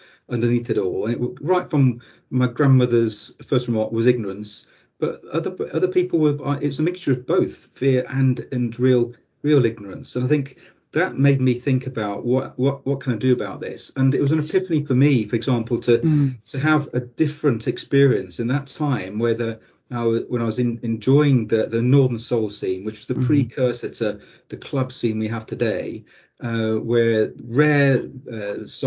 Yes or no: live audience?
no